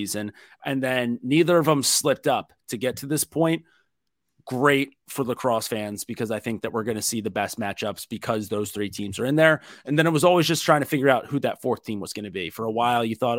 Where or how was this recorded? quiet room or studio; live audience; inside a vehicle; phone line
quiet room or studio